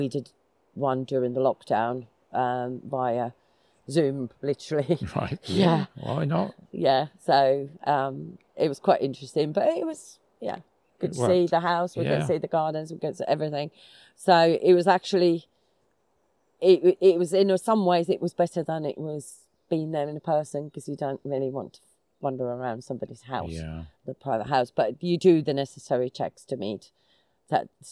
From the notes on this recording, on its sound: Was recorded live in the middle of a forest, so we apologise for any poor sound quality.